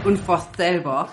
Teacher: dass nicht nur Lispeln an sich ist, sondern der Laut Sch wird ersetzt durch laut S, was in der physiologischen Sprachentwicklung übrigens vor, vorkommt, weil es eine Vorverlagerung ist. Und gleichzeitig wird das S zwischen den Zähnen gesprochen, also interdental, es wird gelispelt.